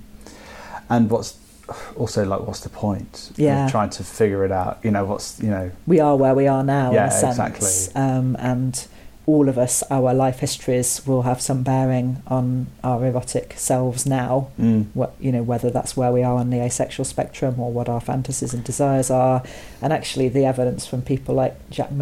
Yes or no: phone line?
no